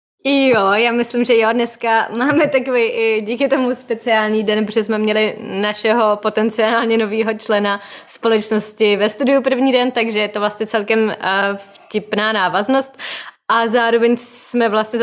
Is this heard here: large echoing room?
no